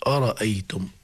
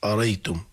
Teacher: الكسائي عنده يسقط الهمزة، قل أرأيتم أريتم · Shown in: second take